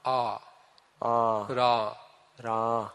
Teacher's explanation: Это такое открытое долгое А